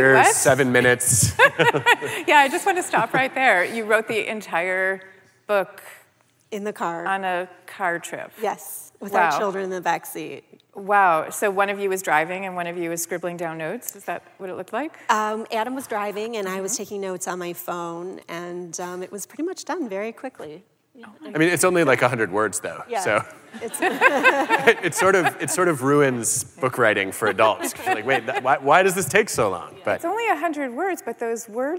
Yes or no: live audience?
yes